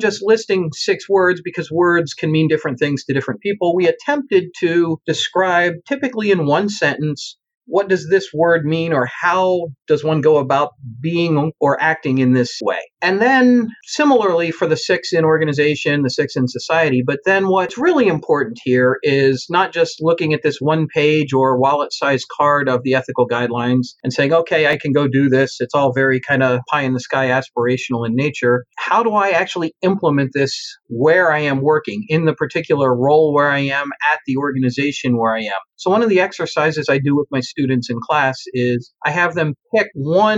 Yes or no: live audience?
no